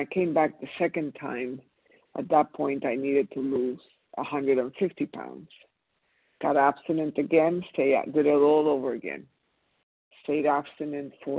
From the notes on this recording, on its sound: 100 Pounders Phone Meeting